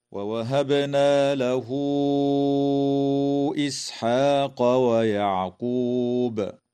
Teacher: فقوله تعالى: ووهبنا له إسحاق ويعقوب، تقلقل الباء في كلمة ووهبنا، وتوصل هاء الضمير في قوله تعالى: له إسحاق، بواو تمد وصلا من قبيل مد الصلة الكبرى بمقدار 4 أو 5 حركات كالمد المنفصل. ويجوز الوقف على كلمة ويعقوب من قبيل الوقف الحسن مع وجوب قلقلة الباء وقفا، هكذا: ووهبنا له إسحاق ويعقوب.